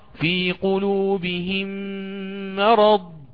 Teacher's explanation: سآتي بالغنة بالإدغام مع الإدغام. لماذا؟ لأن الميم الأولى ساكنة والثانية متحركة، وهذا كما هو معلوم للجميع يؤخذ في أحكام الميم الساكنة.